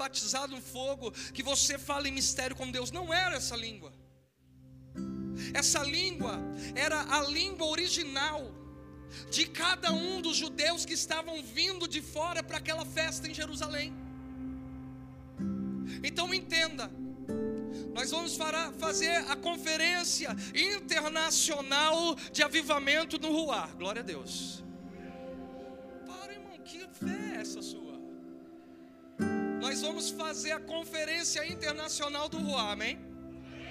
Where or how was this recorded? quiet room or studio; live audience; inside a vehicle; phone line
live audience